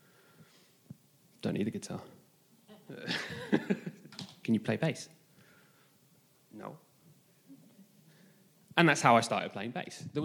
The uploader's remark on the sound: This message was recorded live at our Malmö Gathering on Sunday, July 9th, 2023.